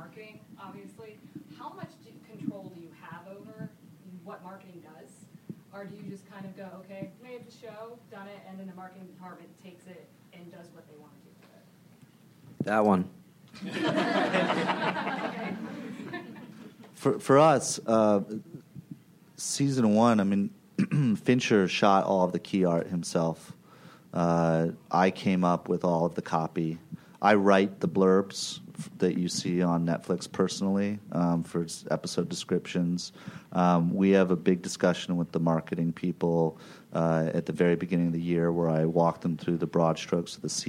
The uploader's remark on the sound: Recorded at ATX Television Fest in June 2015.